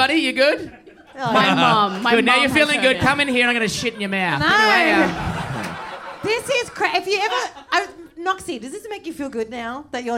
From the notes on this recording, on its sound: This is the first of our live shows for Melbourne comedy festival